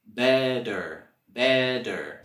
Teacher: vamos a hacer el sonido flap T, donde se hace como un sonido D, D. Better, better.